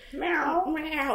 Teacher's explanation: there's like an R in between the E and the O · Term: R sound